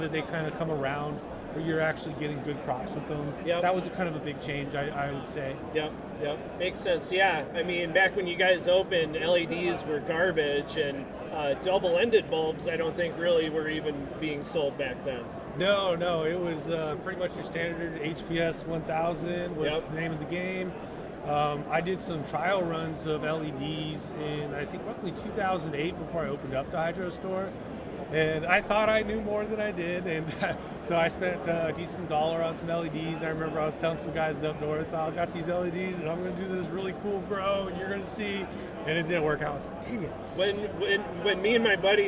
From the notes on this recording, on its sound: Recorded at the 2022 MJ Biz Convention in Las Vegas, last November.